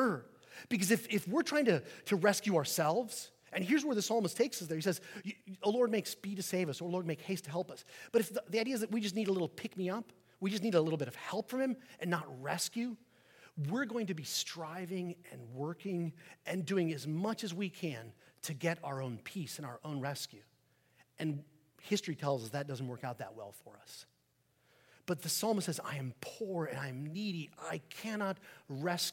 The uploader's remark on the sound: Sermon preached on Remembrance Sunday, 12 November 2023 at St Peter the Fisherman